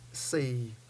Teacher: that's with a low tone, with a nice long E.